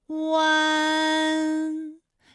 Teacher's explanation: 最后尾音的时候呢，是要到达一个鼻腔，发出一个鼻音呢的状态。